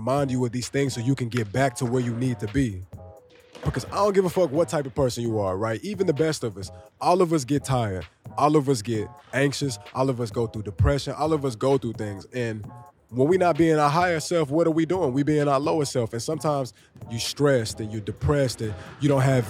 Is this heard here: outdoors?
yes